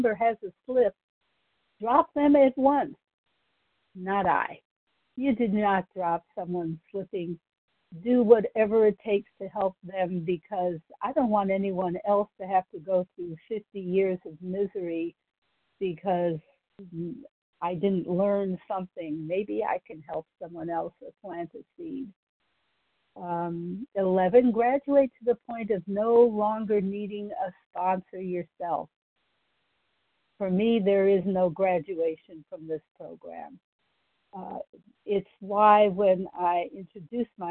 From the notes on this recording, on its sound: Qualification from the 100 Pounders Phone Meeting.